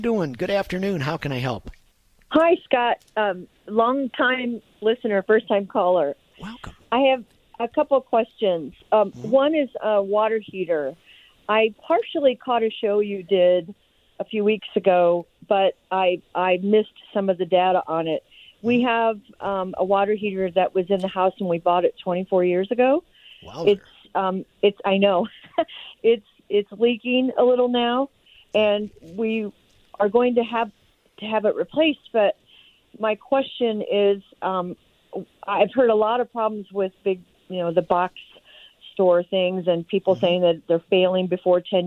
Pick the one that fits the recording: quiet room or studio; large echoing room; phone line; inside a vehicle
phone line